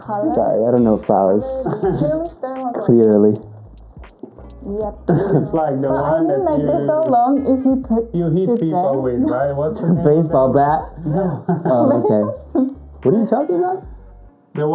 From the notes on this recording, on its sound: Sorry about the audio issues guys!!